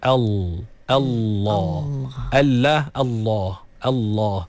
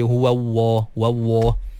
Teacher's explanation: Jadi sebenarnya Allah tu lam. Dia lam. Lam yang tebal. · Shown in: first take